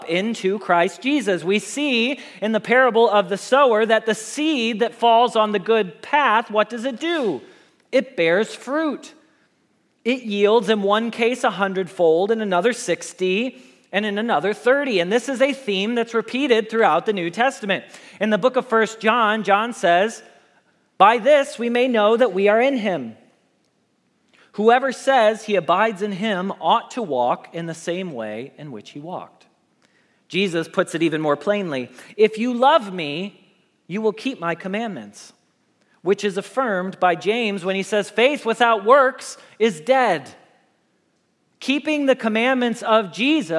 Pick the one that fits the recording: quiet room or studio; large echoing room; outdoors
large echoing room